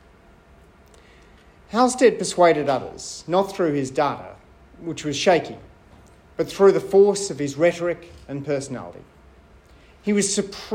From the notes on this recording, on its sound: I spoke at the Australian Evaluation Society’s annual conference